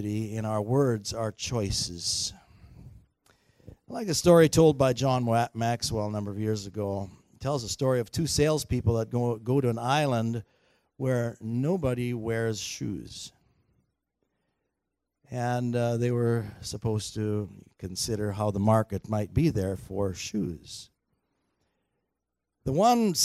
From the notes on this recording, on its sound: Recorded on May 19, 2019 at THRIVE Church Vancouver, Canada